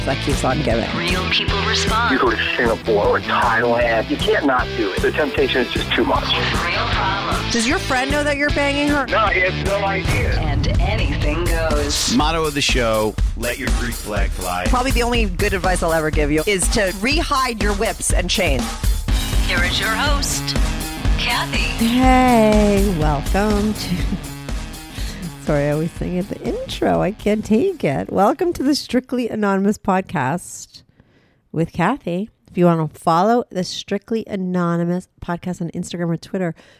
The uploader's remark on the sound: They call in to talk all about it.